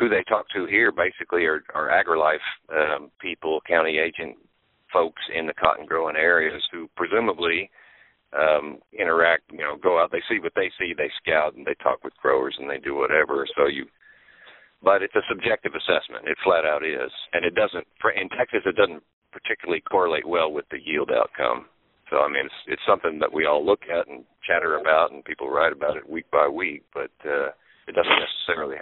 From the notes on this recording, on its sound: Ag Market Network's Monthly Conference Call